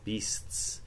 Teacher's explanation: you swing through that lengthened first s, beasts, and then you chop off the ts on the end